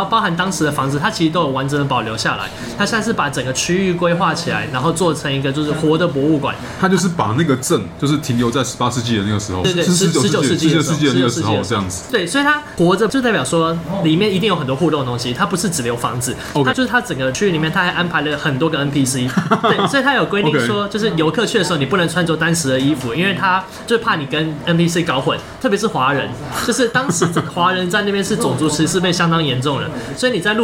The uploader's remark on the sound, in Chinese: 本集白噪音指數：蚊風級 1/5。錄音地點： BUZZ Cafe & Beer。